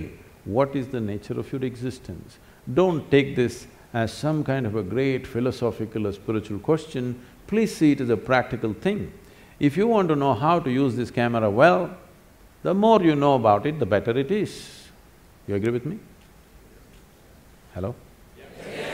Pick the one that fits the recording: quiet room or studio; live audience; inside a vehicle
live audience